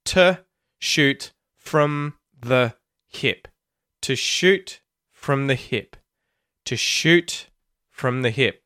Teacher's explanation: And to, from, and the are all getting reduced and given a schwa sound, that vowel sound